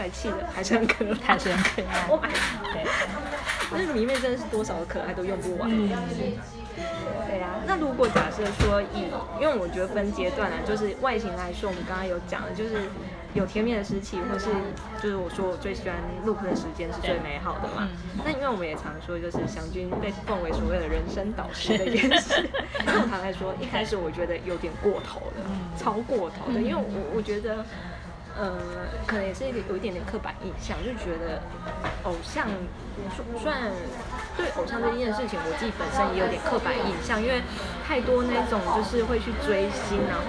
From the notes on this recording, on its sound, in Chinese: 粗暴收音#背景吵雜。